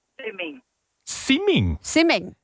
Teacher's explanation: Did you just drop the W?